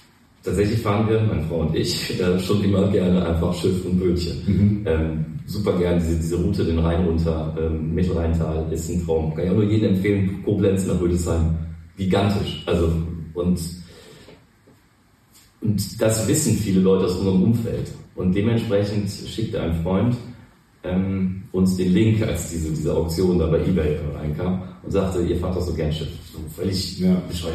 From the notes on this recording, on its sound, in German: Leider hatten wir bei der Aufnahme erhebliche Tonprobleme - wir haben alles versucht, um die Aufnahme zu retten.